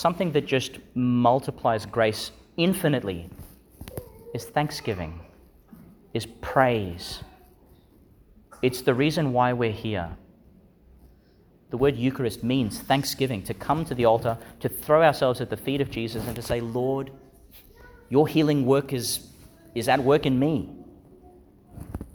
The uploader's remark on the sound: Homily for the Twenty-eighth Sunday in Ordinary Time, delivered in Our Lady Star of the Sea Church, Gladstone, Qld.